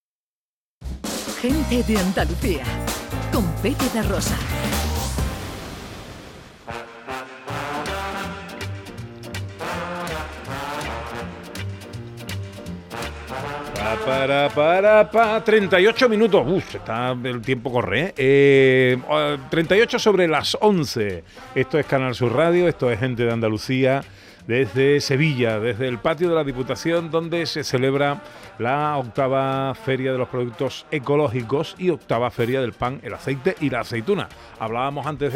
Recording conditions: busy venue